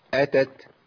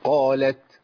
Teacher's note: لابد من بيان همس التاء